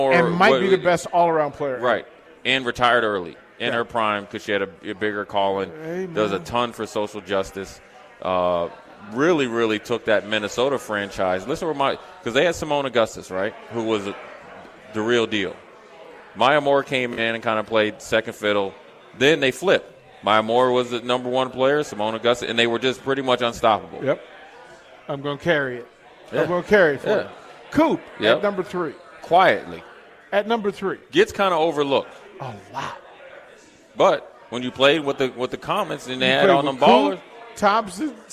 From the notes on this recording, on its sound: LIVE from Mary Ellen's.